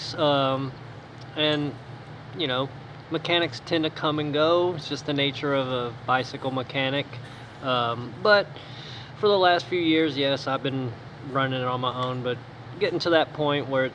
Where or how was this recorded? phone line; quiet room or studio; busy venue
busy venue